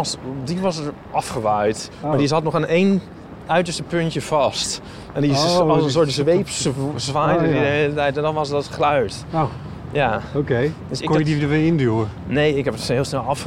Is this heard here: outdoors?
yes